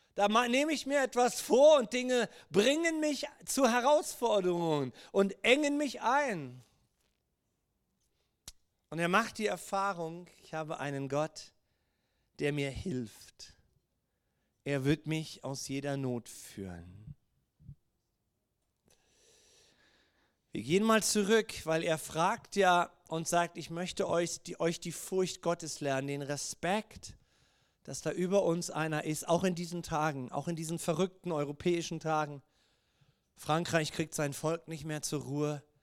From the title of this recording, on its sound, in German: Gottesdienst Predigt